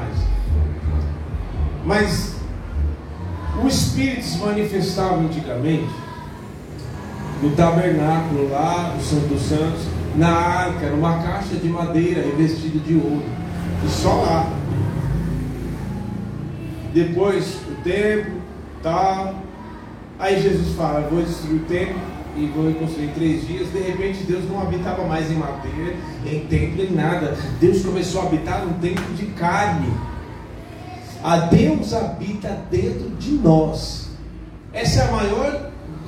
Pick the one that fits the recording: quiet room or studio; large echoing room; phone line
large echoing room